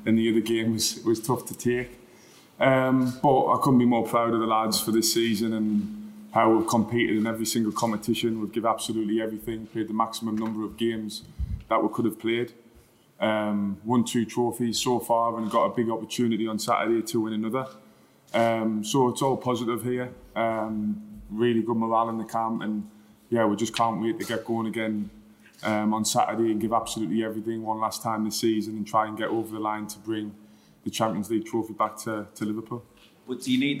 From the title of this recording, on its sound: Champions League Final Press Conference